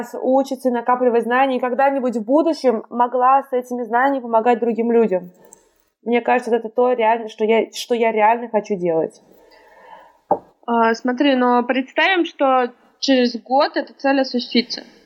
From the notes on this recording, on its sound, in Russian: отвратительный звук